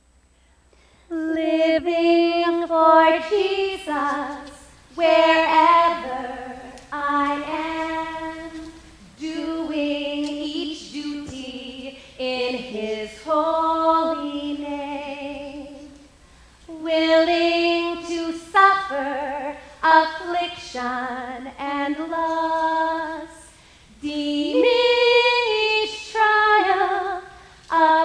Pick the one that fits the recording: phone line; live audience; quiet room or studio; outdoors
live audience